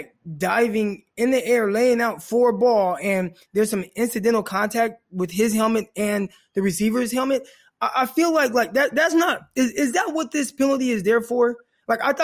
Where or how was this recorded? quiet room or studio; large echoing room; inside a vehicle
quiet room or studio